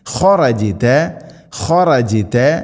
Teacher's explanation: ജീമിനെ കൽക്കല ചെയ്യണം, ശരിക്കും കേൾക്കണം